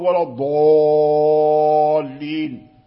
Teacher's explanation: خلط الألف بالواو، فأشم الألف الواو